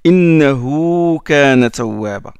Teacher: Le ha du pronom. Innahu, ce damir là, on le prolonge deux harakats. C'est mad sila, c'est deux. Innahu, c'est comme un waw qui est devant.